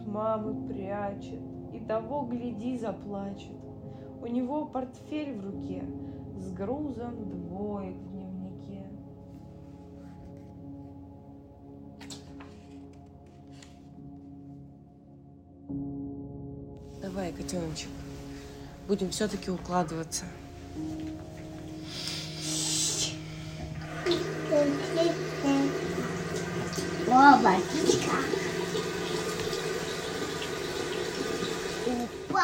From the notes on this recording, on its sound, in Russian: Этот выпуск составлен из архивных диктофонных записей. Иногда я фиксирую эти беседы себе на память.